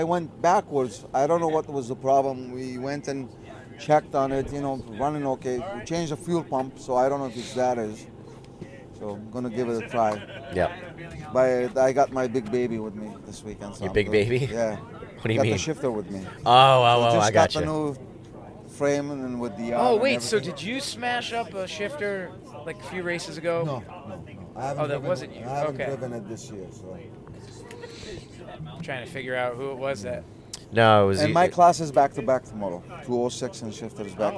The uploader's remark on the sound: Our second show recorded on site at Canaan Motor Club. This time on the night between NHKA races 5 and 6.